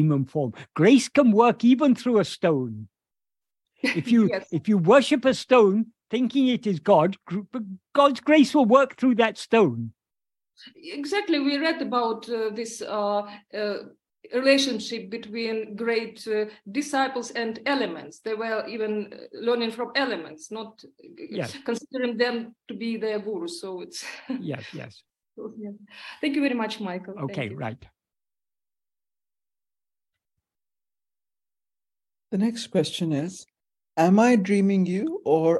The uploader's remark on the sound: In a Zoom meeting of the ‘Ramana Maharshi Foundation UK’ on 28th January 2023.